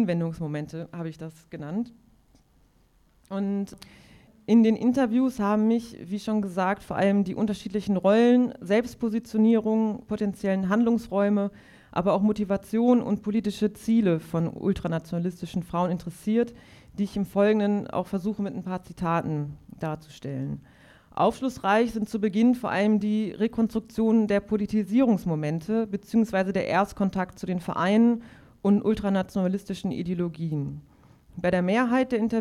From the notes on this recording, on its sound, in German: Aufzeichnung des Vortrags. Im Nordpol in Dortmund.